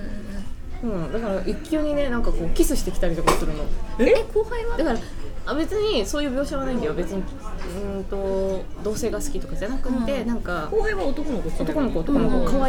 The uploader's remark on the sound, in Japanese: ファミレスでの収録のため、まわりのがやがやと一部聞き取りにくい箇所があるかもしれません